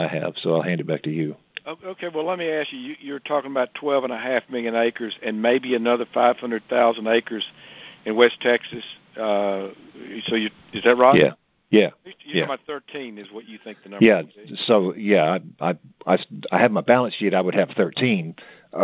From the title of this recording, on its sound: Monthly Conference Call